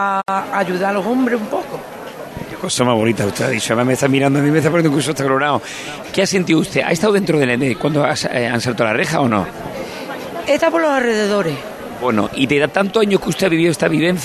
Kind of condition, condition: setting, outdoors